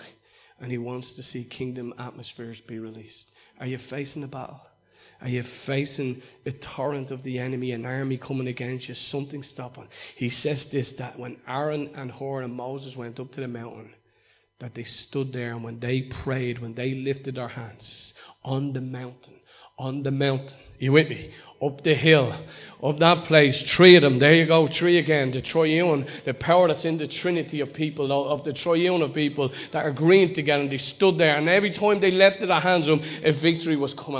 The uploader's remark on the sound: Recorded live in Liberty Church in 2019